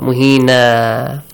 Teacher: Tanween na, it's because tanween fatha whenever appears at the end, you stop there, and if you stop, you change the tanween fatha to an a sound.